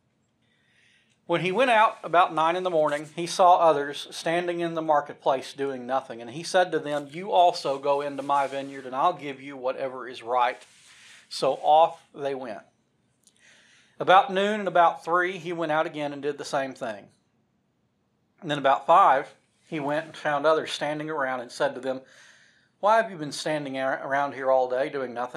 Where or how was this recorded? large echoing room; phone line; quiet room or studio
large echoing room